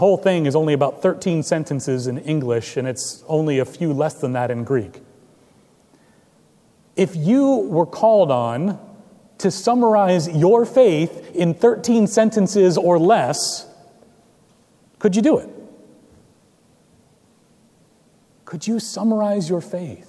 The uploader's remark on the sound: Recorded May 28, 2017 at Trinity Presbyterian Church in Bixby, Okla.